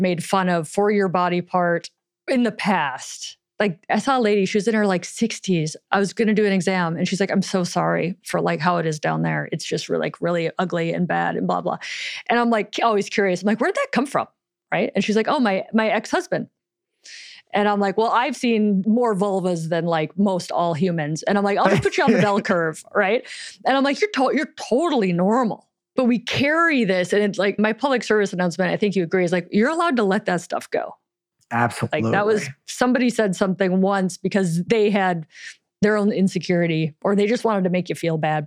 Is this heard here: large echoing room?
no